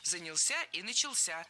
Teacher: Запоминаем оба, в них ударение ставим на последний слог.